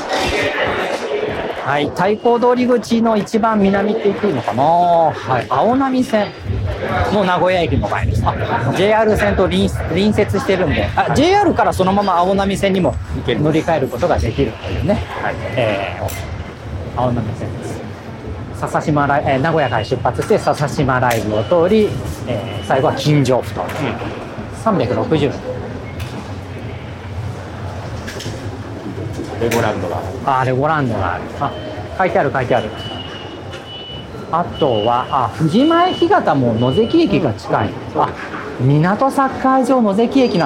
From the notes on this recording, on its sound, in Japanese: ロケ収録 モーニングを求めて名古屋駅西を歩く。